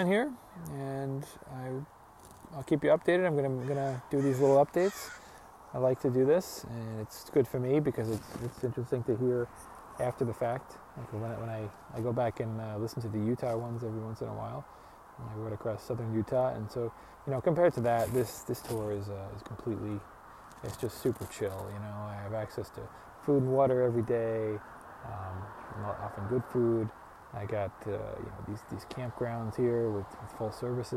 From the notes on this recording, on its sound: I rode south along the Pacific Coast from Lincoln City, OR to Crescent City, CA plus a few bonus days in the Redwoods. I put together some audio and photos from along the way.